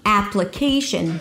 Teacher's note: The primary stress here is the K syllable. · IPA: ˌæpləˈkeɪʃən